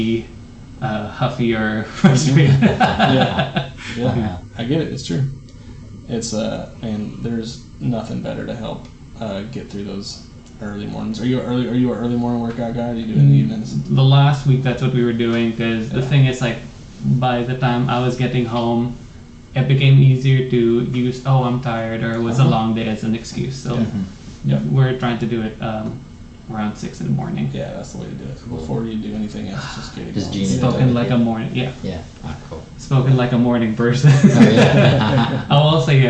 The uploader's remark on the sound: Please forgive us for the audio quality in this recording. We didn't realize it until the end that the audio was being recorded from my camera's mic and not our mixer.